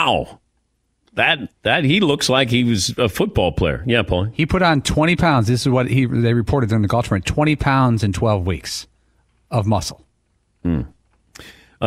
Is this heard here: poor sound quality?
no